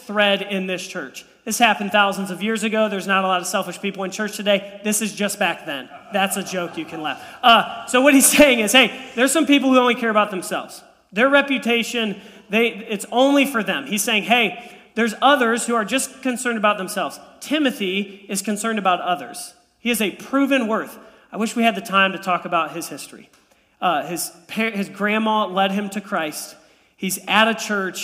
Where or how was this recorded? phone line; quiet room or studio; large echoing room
large echoing room